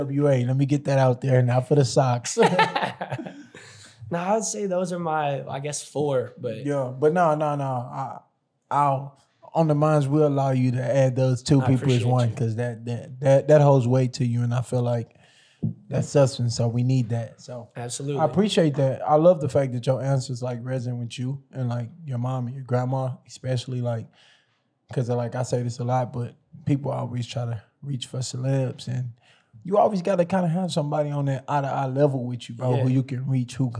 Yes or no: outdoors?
no